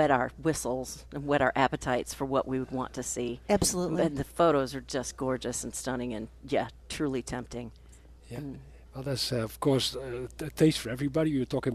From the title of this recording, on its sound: live from Prairie Gardens